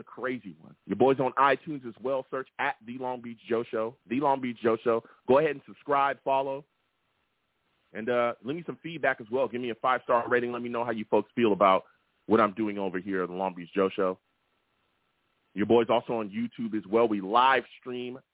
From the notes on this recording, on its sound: Live immediately after the Jets game against the Broncos, I sat down and discussed the game! The callers went crazy on this show and the takes were flying! I take live callers!